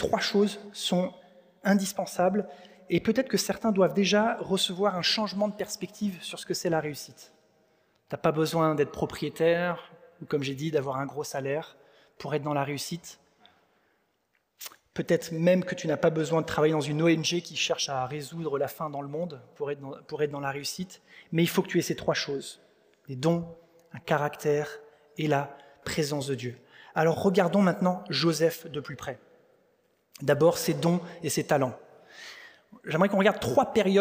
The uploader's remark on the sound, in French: Enregistré à l'église CVV